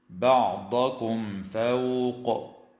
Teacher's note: إظهار شفوي للميم الساكنة عند الخاء